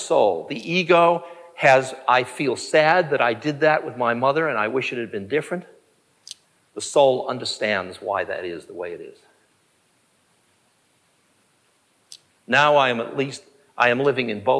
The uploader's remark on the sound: This episode of Here and Now is from a recording of a study group on aging.